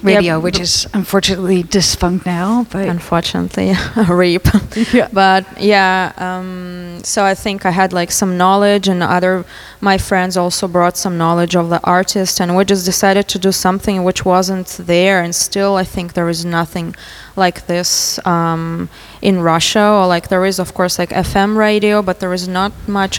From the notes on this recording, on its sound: Dekmantel Festival 2022 x Echobox. During the Echobox live radio broadcast at Dekmantel Festival 2022.